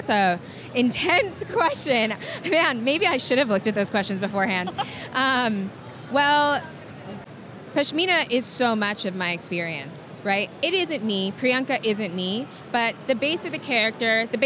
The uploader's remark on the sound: at New York City Comic Con 2017